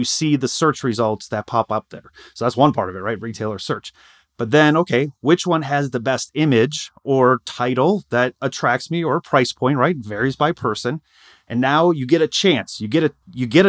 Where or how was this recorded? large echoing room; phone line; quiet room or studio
quiet room or studio